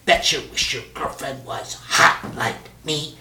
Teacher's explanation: That is trochaic verse. First stress on the first syllable, and then not on the second syllable.